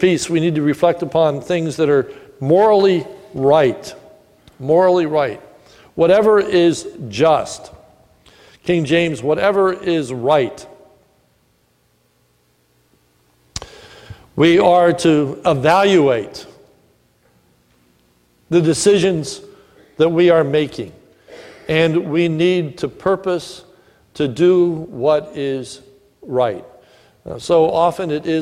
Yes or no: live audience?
yes